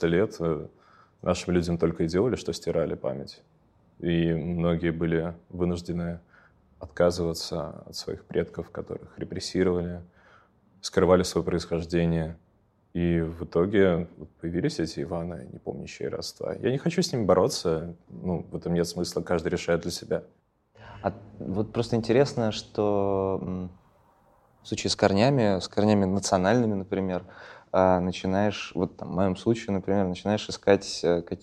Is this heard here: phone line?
no